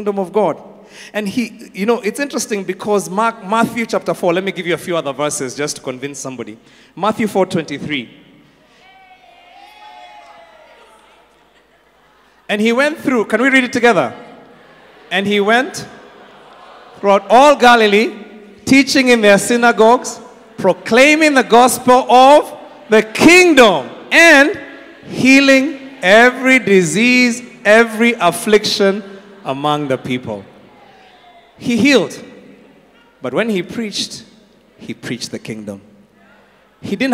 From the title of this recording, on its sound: Preached at Worship Harvest Camp, Kampala